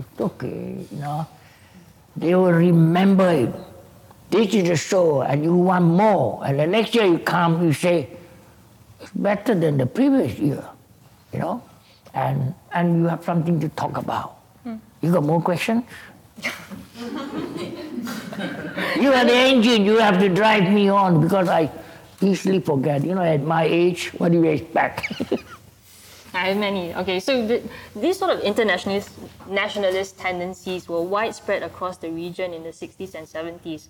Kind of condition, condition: setting, live audience